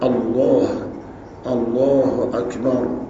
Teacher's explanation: این لام تفخیم شده است و را هم تفخیم شده است